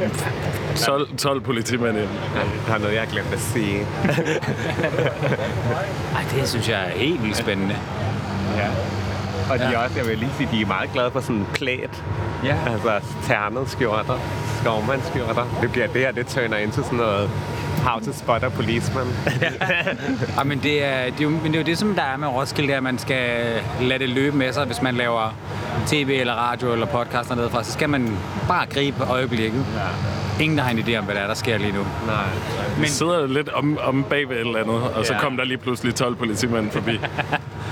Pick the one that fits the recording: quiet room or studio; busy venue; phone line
busy venue